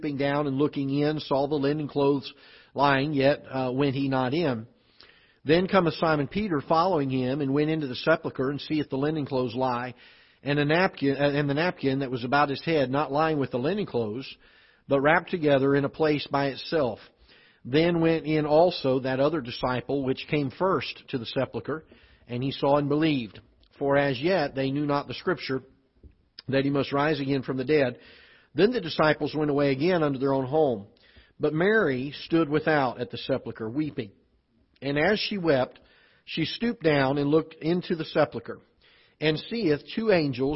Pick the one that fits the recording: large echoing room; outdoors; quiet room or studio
large echoing room